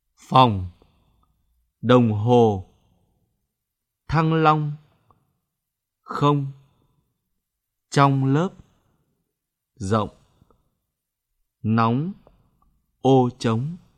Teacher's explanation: Vần ong, ông, chú ý nguyên âm, không tròn môi.